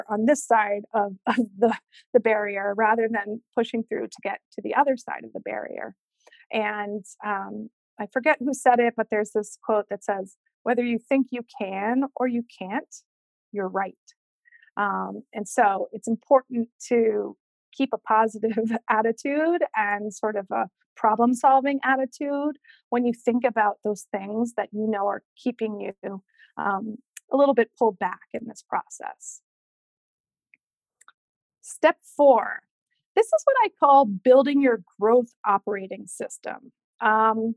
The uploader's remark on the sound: Today’s episode is the audio from the webinar I hosted last week.